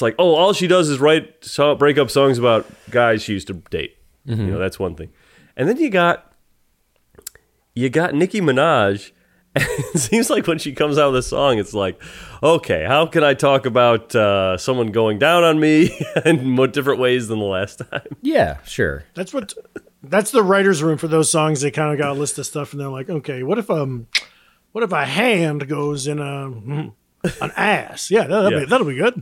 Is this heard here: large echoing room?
no